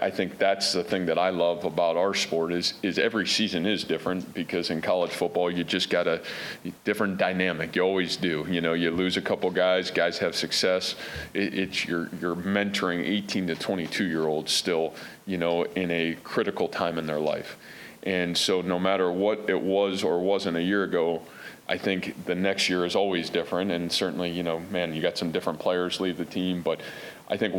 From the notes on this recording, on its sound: press conference from Iowa State's 2021 media day festivities